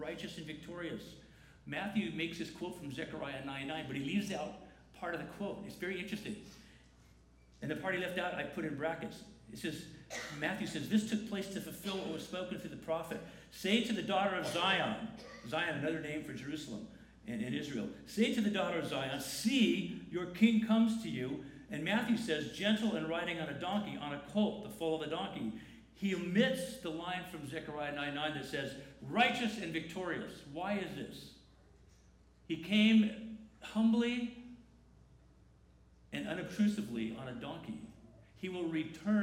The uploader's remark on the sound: The following video and audio is a recording from the 10:45 am service.